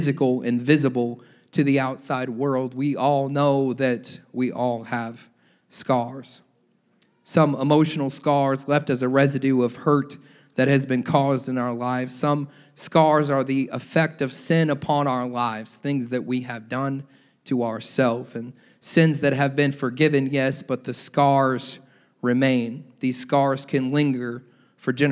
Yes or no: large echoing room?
yes